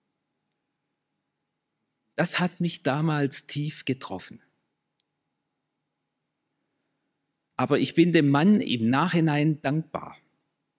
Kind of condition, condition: setting, large echoing room